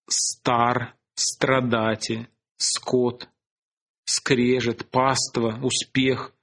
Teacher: И вместе с тем было возможно и сочетание двух шумных согласных разного способа образования. В этом случае щелевой согласный всегда предшествовал смычному.